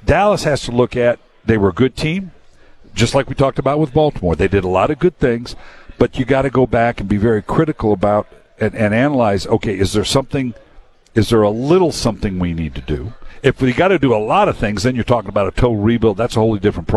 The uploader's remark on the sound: LIVE on Radio Row all week long